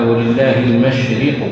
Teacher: ترقيق الراء في وسط الكلمة